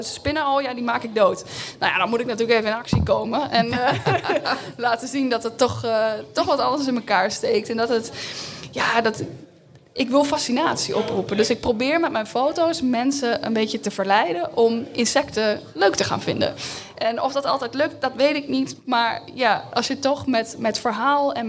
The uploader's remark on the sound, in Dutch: Tijdens een live podcast op de Lezersdag van Tubantia